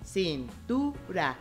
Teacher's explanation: la sílaba tónica se encuentra en la penúltima sílaba. Eso la hace una palabra grave.